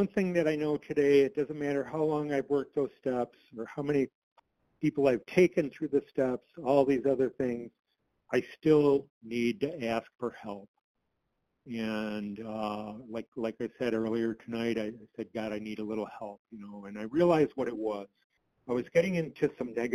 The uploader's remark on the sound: 100 Pounders Phone Meeting.